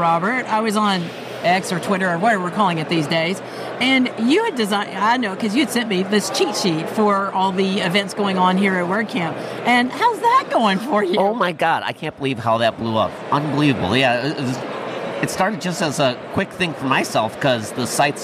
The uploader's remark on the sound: Live From WCUS. Take over the mics at WCUS 2023.